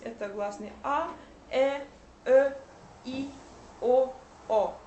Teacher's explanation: То есть гласные у нас Э различаются по открытости и закрытости, и то же самое ОО.